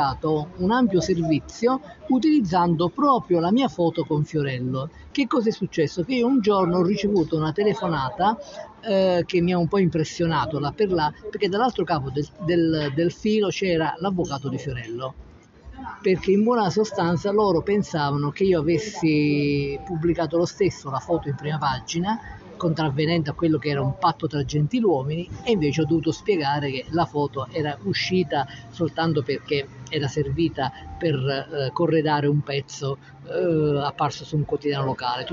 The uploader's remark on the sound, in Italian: Puntata speciale di Io Scrivo Self in diretta dal caffè 089 di Salerno.